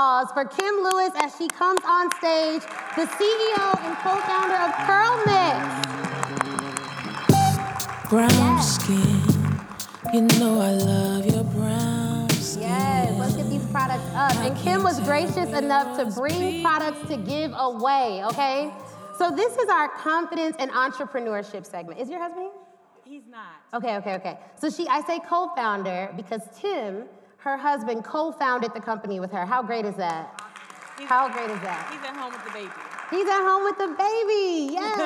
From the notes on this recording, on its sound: This is part three of the live taping